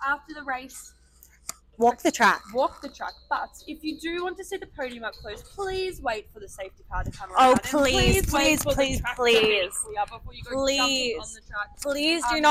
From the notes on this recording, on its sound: live from Albert Park